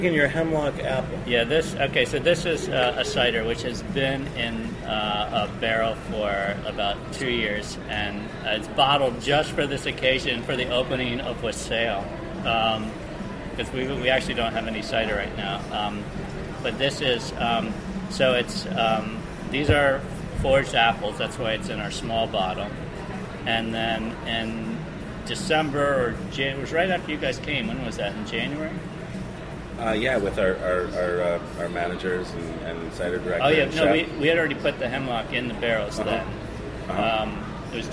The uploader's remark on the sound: at the Spring 2015 Edible Magazine's "Good Cider" event in Manhattan